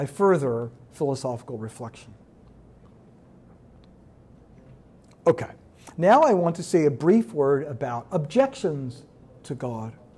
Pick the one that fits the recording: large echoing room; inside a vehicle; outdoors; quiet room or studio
large echoing room